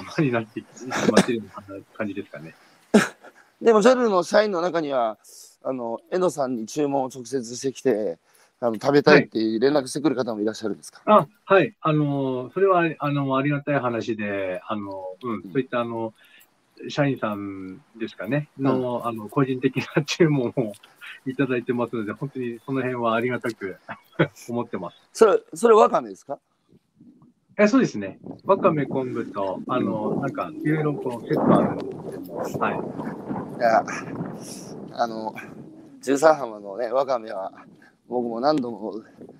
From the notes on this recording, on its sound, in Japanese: 宮城県石巻市十三浜で漁業を営む。歩きながら1時間、対談する。